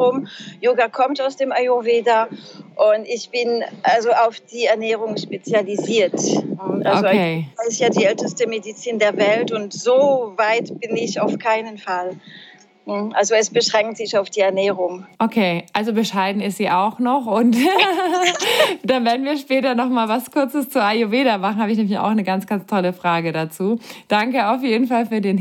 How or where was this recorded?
busy venue